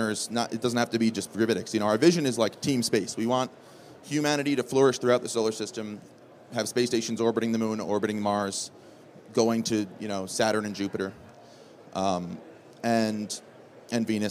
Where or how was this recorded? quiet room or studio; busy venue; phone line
busy venue